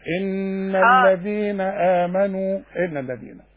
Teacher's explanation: اشبعي النون بتاعت الغنة